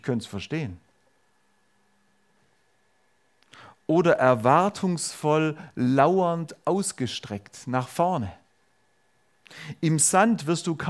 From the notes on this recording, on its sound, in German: Predigt der FeG Augsburg-Mitte. Freie evangelische Gemeinde Augsburg-Mitte. Ulrichsgasse 1-3. 86150 Augsburg.